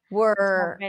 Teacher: In American English, it's just from the W to the R directly.